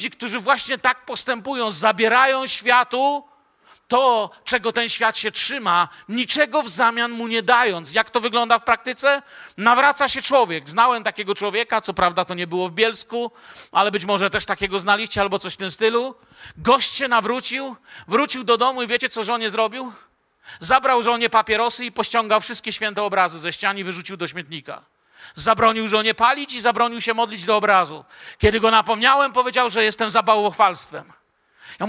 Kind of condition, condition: setting, large echoing room